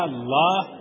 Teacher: الله الله، هذه اللام تصح، لكن مد الهمزة الله تصبح سؤال، يصبح سؤال